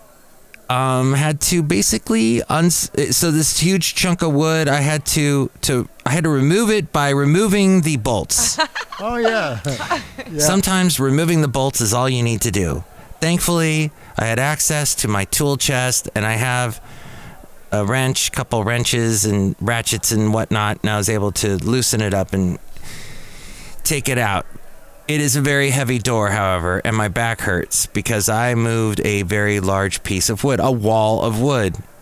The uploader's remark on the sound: Podcasts live from Café Anyway.